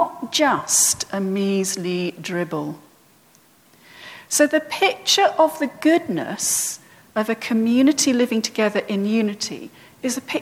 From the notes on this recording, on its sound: at All Saints' Church, Isleworth on 24th June 2018